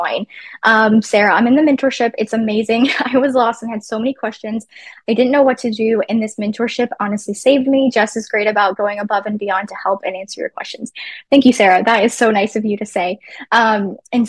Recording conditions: video call